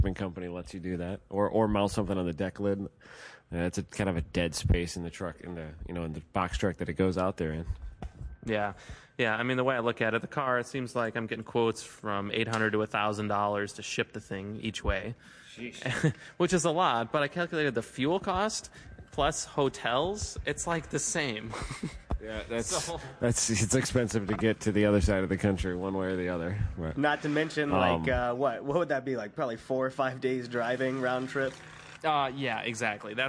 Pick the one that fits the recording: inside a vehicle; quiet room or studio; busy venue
busy venue